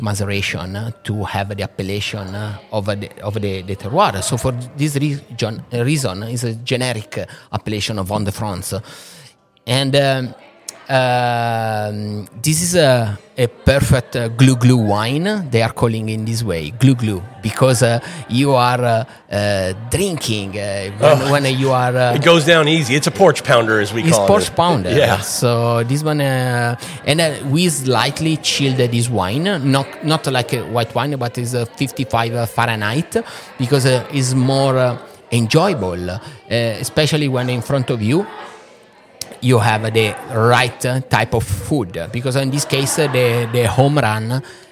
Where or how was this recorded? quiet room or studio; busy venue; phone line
busy venue